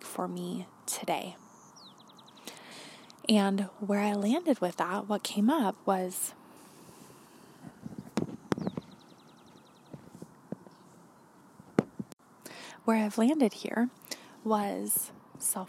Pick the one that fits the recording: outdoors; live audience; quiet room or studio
outdoors